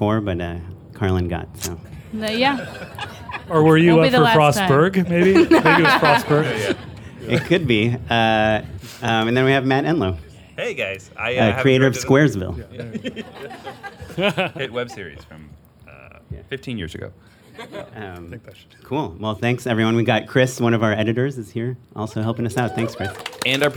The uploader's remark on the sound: We are happy to present a live show. They've joined us and a packed audience.